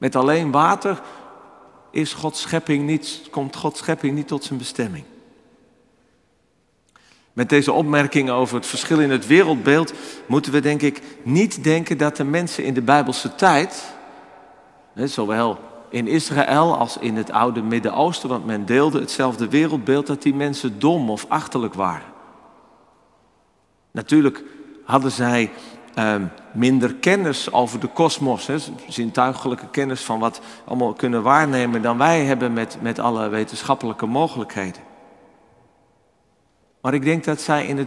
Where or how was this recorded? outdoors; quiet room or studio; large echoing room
large echoing room